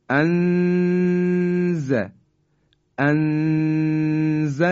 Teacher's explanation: ما در حقیقت ابتدای مخرج زا هستیم، در حالی که نون رو هم مخفی کردیم به این شکل انز، انزلنا، که دو حرکت هم قنشو، یعنی اون صدایی که در فضای بینی هست، بایستی حتما انجام بدیم. · Term: اخفا